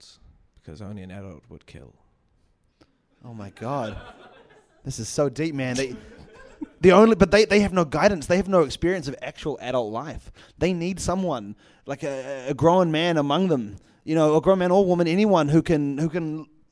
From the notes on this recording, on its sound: In this live episode. With the help of a fan's parents in the audience.